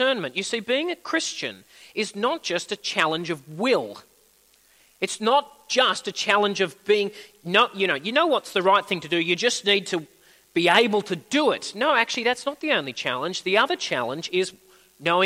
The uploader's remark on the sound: At a Church in the Graveyard service